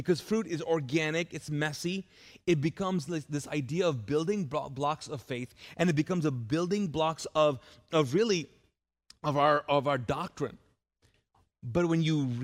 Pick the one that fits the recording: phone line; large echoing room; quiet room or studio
large echoing room